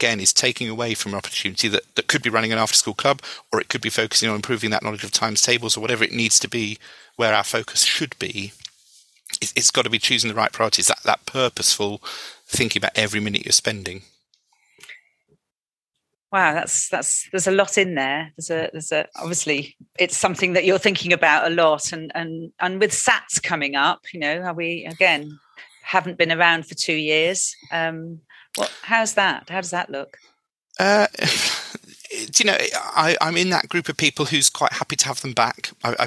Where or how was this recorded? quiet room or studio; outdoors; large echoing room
quiet room or studio